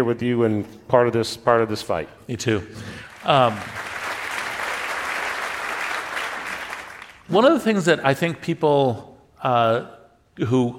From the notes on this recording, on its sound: LIVE! Recorded live at Summit LA.